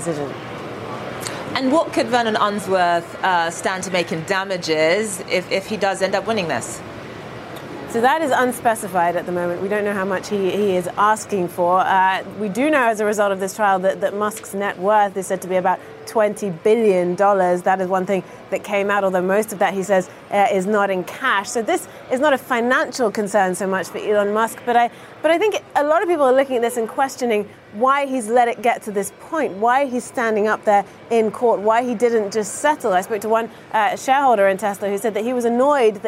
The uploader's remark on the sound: Live from The New York Stock Exchange.